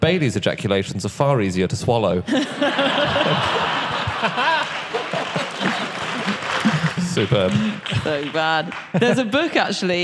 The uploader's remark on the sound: Live from Birmingham